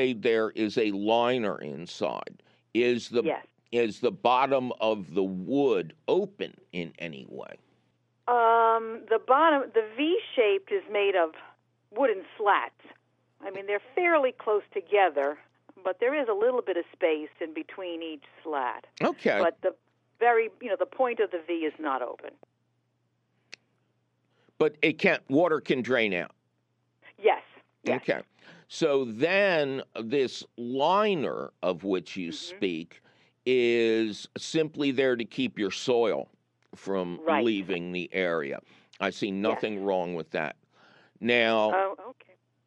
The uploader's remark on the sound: your feeding phone calls!